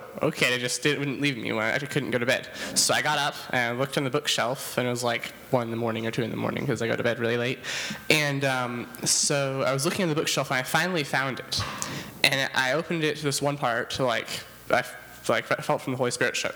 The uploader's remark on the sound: This was recorded before a live audience.